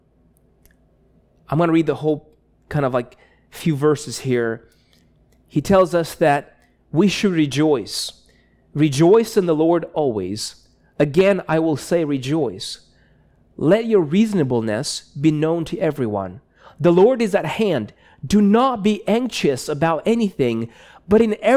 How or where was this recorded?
large echoing room